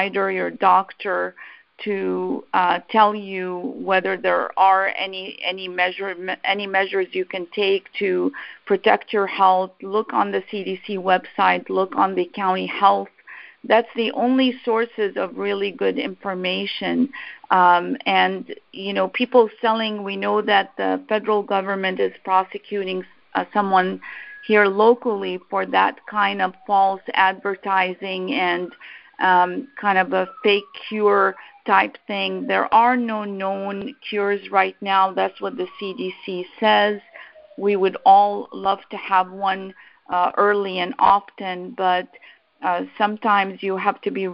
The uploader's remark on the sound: I hosted a teleconference town hall discussion